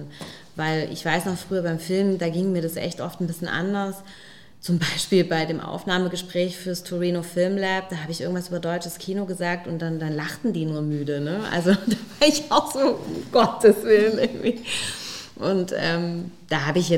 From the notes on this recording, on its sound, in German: Im SERIENREIF LIVE-Gespräch an der Master School Drehbuch